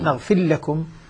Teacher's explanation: ومن جملتها أيضا نغفر لكم بدون أن نغن يعني ندغم إدغاما كاملا للام مشددة دون أن يكون معها مزيد لا داعي ما في داعي طبعا الإدغام غير غنة.